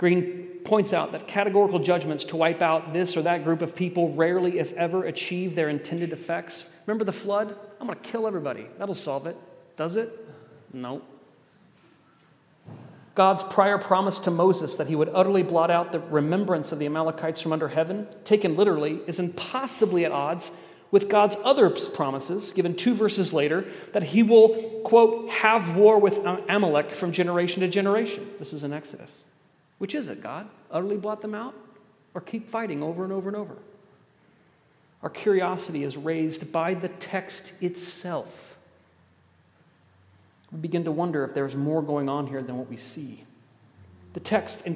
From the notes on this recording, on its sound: at The Table worship gathering on Sunday, August 6th.